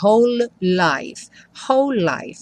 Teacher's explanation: whole life tem uma junção também aí dos dois L's, né? Então, você não fala whole life, como um L só.